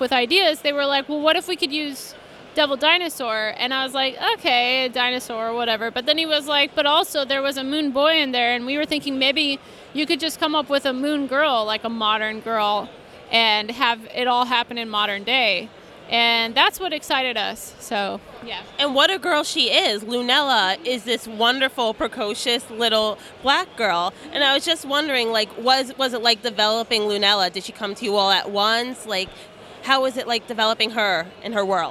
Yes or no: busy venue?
yes